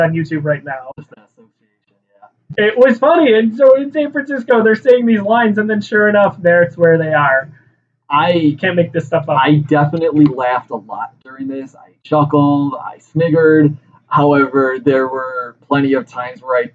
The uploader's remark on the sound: Our audio files unfortunately became corrupted, so the sound quality is on par with that of the film's.